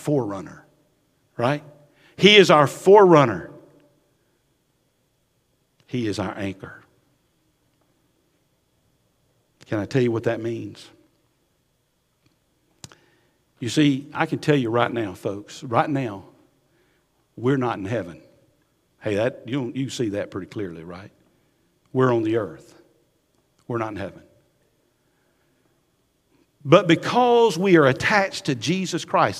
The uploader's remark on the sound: Recorded at Highland Baptist Church, Molino FL